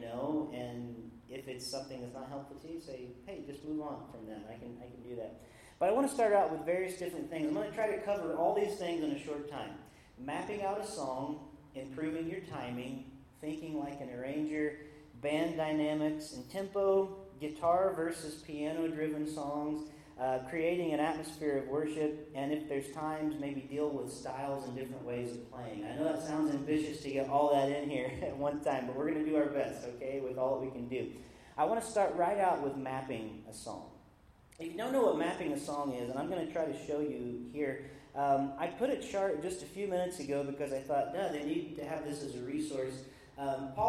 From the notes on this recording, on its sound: Recorded live at the Empower the Church conference at Lima Community Church of the Nazarene in Lima Ohio.